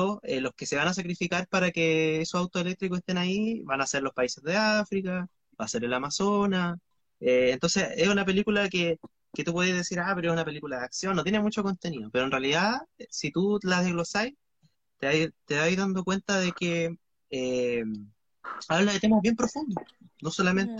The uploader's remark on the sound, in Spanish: un exitoso Instagram Live que hoy compartimos por la clásica plataforma